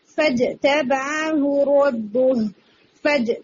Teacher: आपने जिम को हिट करके फौरन ही मखरज से उसको हिलाना है टंग को, और साउंड को जल्दी खत्म करने की कोशिश करनी है. अगर आप उसको हल्का सा भी स्ट्रेच करेंगी ना तो वो शॉर्ट हरका लगेगा, लाइक फज तबाहु नहीं फज तबाहु रब्बु फज तबाहु, यानी आवाज को जिम की आवाज को जल्दी खत्म करें. · Term: कलकला